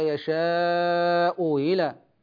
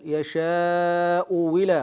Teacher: الصورة الخامسة أن تأتي الأولى، الصورة الخامسة أن تأتي الأولى مضمومة والثانية مكسورة، وشاهد ذلك قوله تعالى يشاء إلى، وحكم هذه الصورة هو تسهيل الهمزة الثانية بينها وبين الياء وإبدالها واوا، وإبدالها واوا، فيقرأ بالتسهيل هكذا يشاء إلى، وبالإبدال يشاء ولا، قال وعن أكثر القراء تبدل واوها.